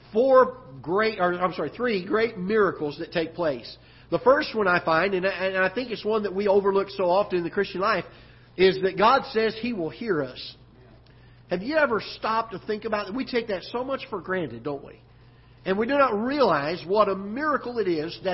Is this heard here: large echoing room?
yes